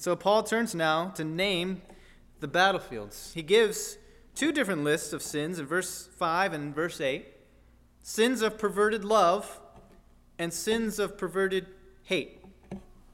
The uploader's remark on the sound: At First Baptist Church in Delphi, Indiana.